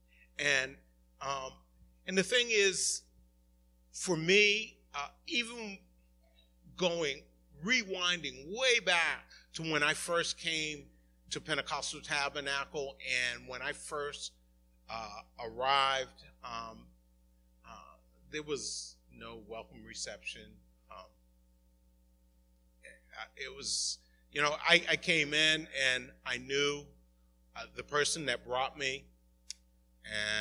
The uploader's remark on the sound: Recorded at the 11:30am Service